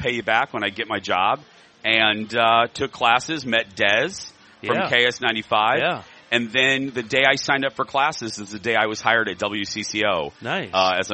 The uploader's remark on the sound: Joins from the State Fair!!